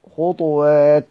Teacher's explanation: يقرؤون يسكنون الطاء مع القلقلة طبعا